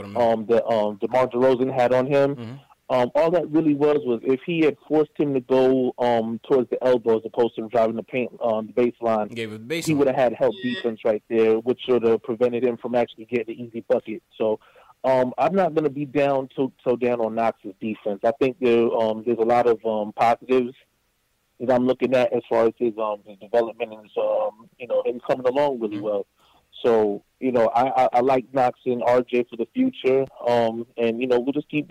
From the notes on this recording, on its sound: Caller Reactions. Get live reactions from fans around the world!